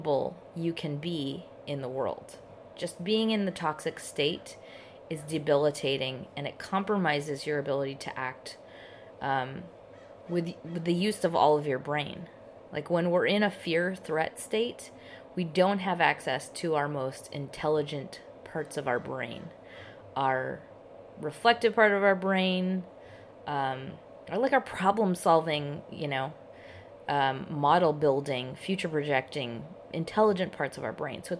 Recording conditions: background noise